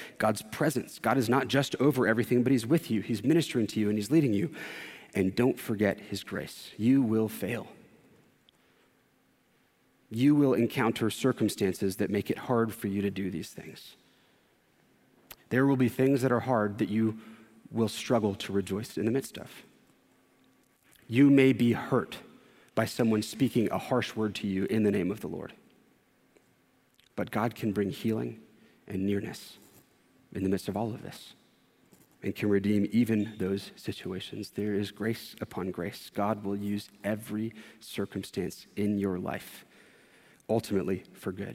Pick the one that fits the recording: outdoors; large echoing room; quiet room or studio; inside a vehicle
large echoing room